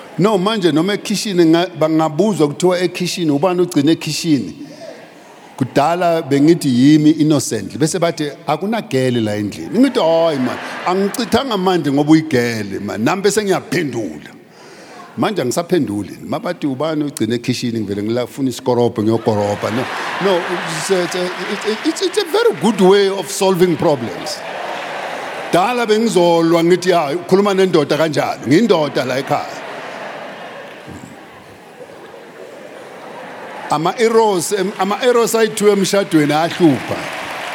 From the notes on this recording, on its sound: preached at Grace Bible Church Pimville on the 17th of December 2023.